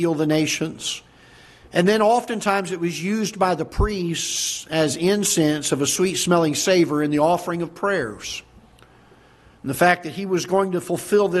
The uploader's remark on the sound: Ketha Heights Baptist Church ~ Live Broadcast